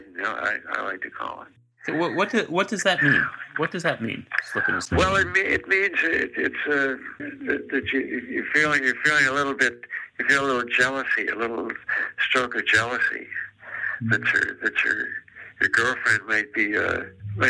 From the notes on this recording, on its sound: over the phone